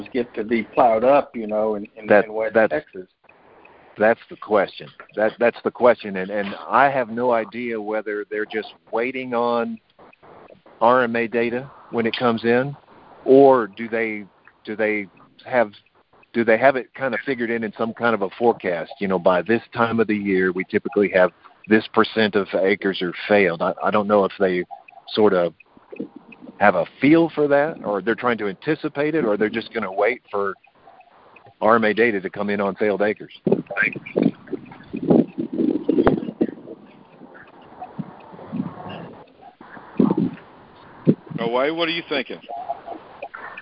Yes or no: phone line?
yes